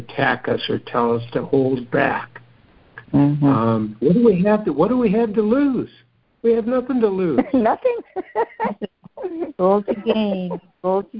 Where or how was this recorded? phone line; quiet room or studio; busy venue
phone line